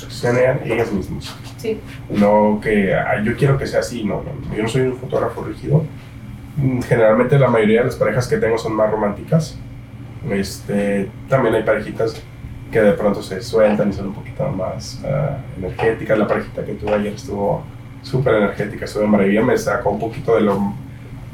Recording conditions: poor sound quality